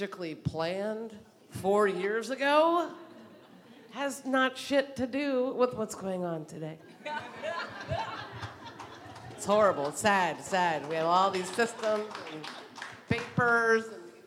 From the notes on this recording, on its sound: This conversation was recorded at Auburn Seminary's December 2019 Mountaintop Gathering in Oakland, CA.